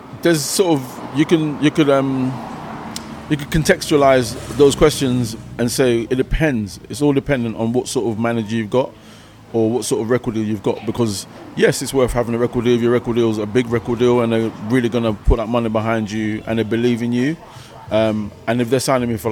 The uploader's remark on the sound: Newcastle The Bridge Hip Hop UK Festival Newcastle upon Tyne. The interview was filmed at the Star and Shadow as part of the The Bridge Hip Hop Uk Festival that was held in Newcastle.